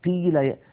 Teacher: يبالغون في ترقيق أو في كسر القاف إلى درجة تجعل الصوت كأنه كاف، فالكاف حرف والقاف حرف آخر.